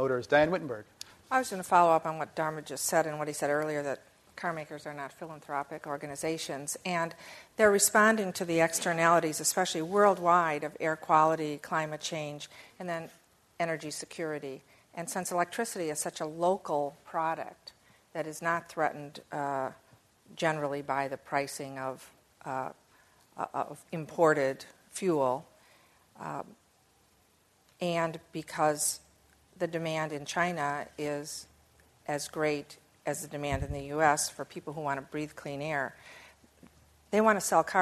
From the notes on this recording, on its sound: This program was recorded in front of a live audience at The Commonwealth Club on January 13, 2011